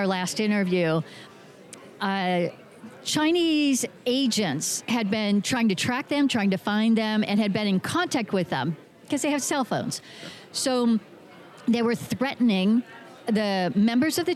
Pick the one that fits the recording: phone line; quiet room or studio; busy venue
busy venue